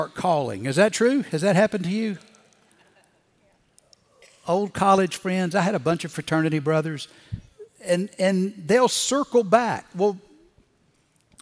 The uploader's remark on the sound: Recorded Live at Brookwood Church